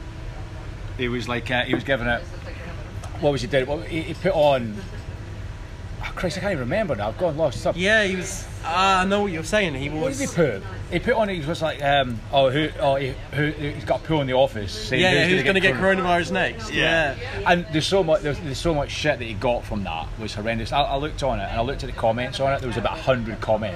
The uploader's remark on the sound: We recorded this in an afternoon in a pub in Colchester.